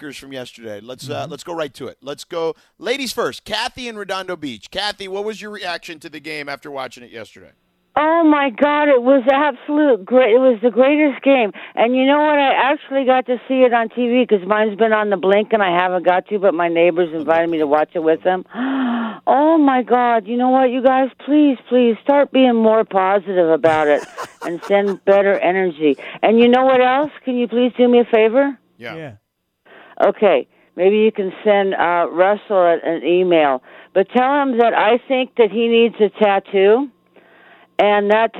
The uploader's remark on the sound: Took calls from listeners